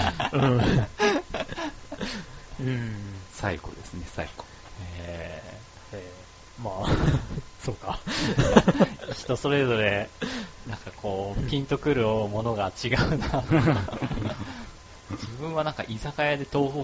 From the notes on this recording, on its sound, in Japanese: 音のチューニングが上手く行かず音質が悪いです